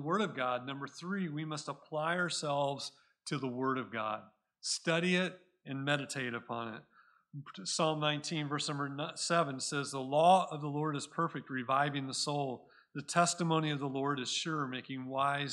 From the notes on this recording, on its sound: Recorded at Cornerstone Church in Mesa, AZ